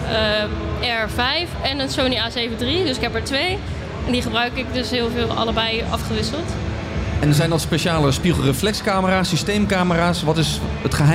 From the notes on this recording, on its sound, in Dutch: Deze MOTORbeurs special is opgenomen tijdens MOTORbeurs Utrecht 2024.